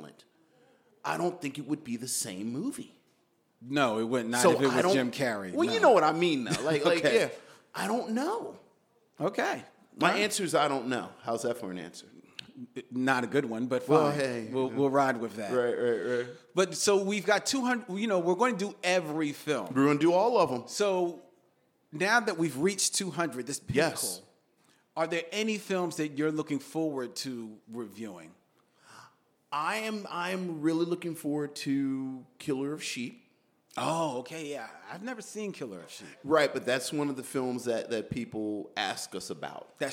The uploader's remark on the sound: a special live presentation at Philadelphia's World Cafe Live